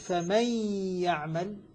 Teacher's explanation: فإذا أدغمت النون في الياء قلت فمن يعمل، نطقت بالحرفين حرفا واحدا فأصبحت هنا ارتفاعة واحدة بدل ارتفاعتين